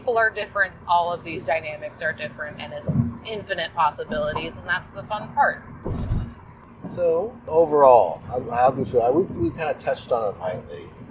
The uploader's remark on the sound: Caution, recorded on the drive home, our voices might sound unusually tinny.